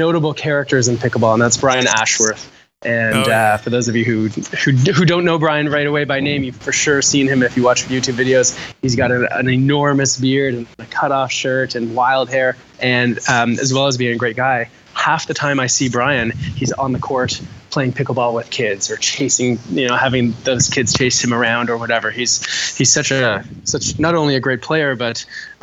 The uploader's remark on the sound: Live From The 2016 USAPA Nationals VIII. Live from Casa Grande, AZ and The 2016 USAPA Nationals VIII.